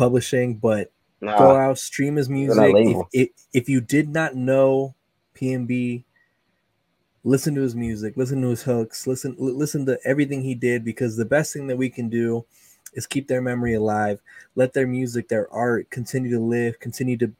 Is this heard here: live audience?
no